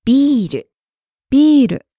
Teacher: You have to prolong that vowel in the middle.